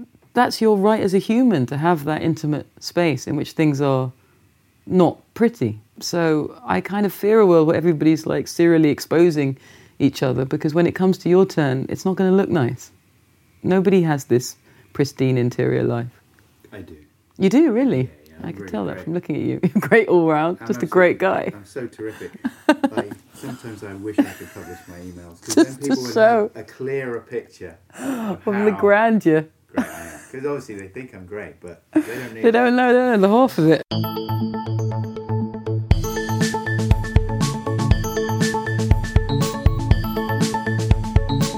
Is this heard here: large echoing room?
no